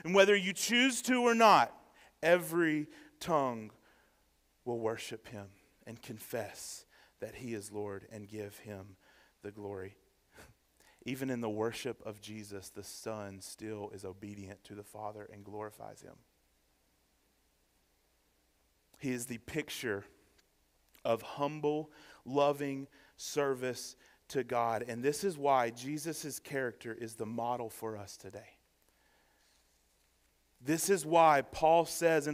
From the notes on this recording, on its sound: Sermon preached on December 10, 2023, at First Baptist Church, Waynesboro, GA during the Morning Worship Service.